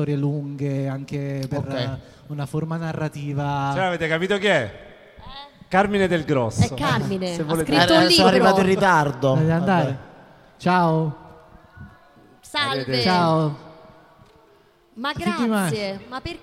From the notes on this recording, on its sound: Live dal Foqus di Napoli